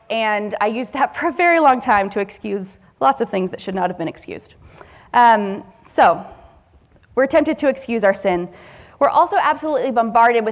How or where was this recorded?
live audience